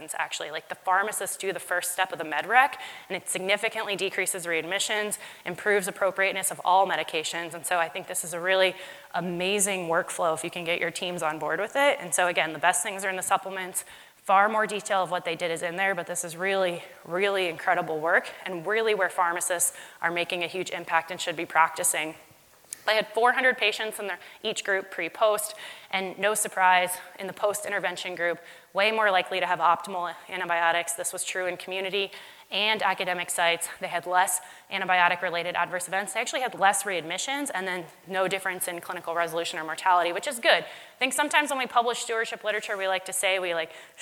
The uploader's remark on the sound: LIVE from MAD-ID. In this special LIVE podcast episode.